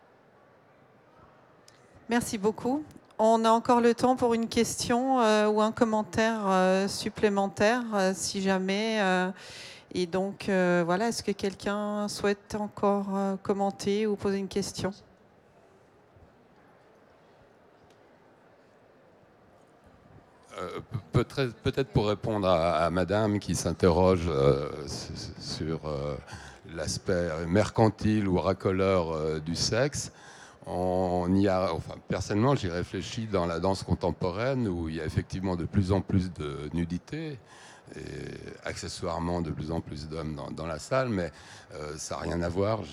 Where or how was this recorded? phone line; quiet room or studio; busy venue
busy venue